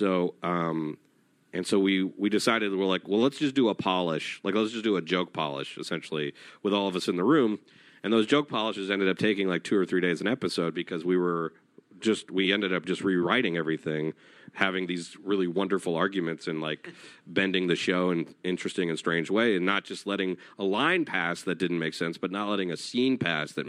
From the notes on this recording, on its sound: Recorded at EW Popfest in Los Angeles, CA on October 29, 2016.